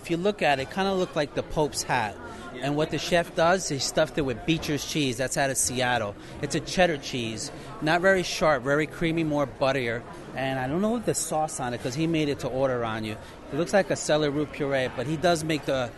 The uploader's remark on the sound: We’ll do a live restaurant review of BlueZoo and let you share in our overall dining experience, as we also chat with our server, the General Manager, Sommelier, and Executive Chef.